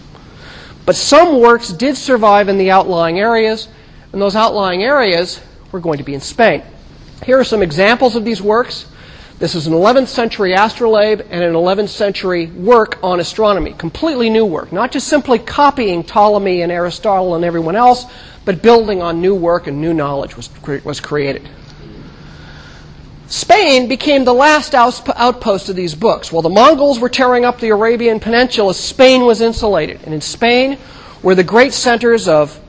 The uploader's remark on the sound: Recorded 2007 Oct 9 in 1000 McPherson Lab on the Columbus campus of The Ohio State University. NOTE: Due to a recorder malfunction, only the first 15 minutes of this lecture was recorded.